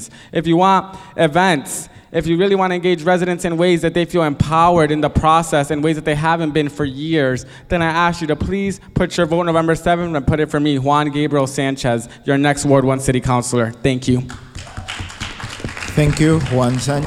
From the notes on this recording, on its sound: On this special broadcasting of the Holyoke City Council Ward Candidates Forum, at Kelly Elementary School, recorded on November 1st, 2017.